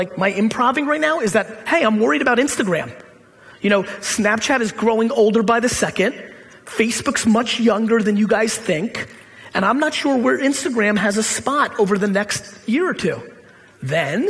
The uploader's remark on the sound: A Keynote: Dublin Tech Summit